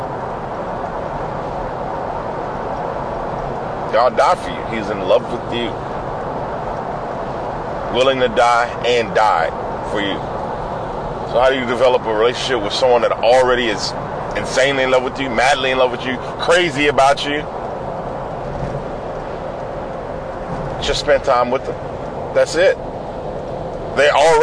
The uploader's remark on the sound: I’m talking about getting closer to God in this podcast that I recorded on a drive to Marion, Texas this morning FROM MY CAR!